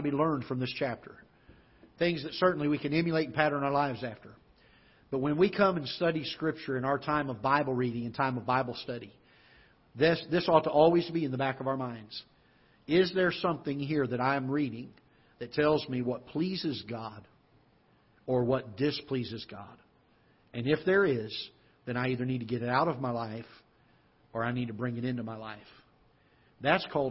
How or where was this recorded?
large echoing room